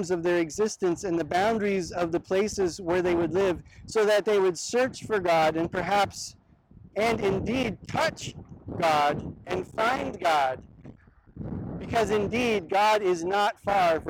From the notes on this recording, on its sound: This sermon was filmed on location at Oheyawahi/Pilot Knob in Mendota Heights, MN.